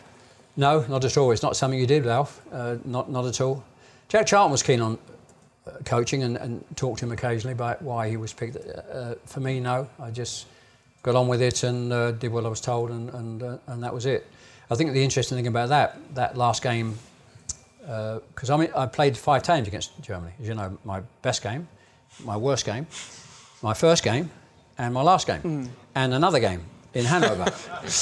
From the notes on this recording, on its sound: We're in front of a live audience. On an actual stage.